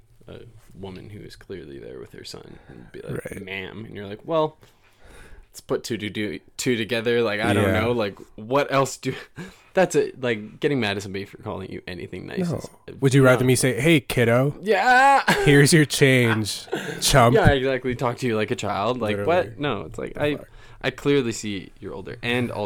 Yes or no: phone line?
no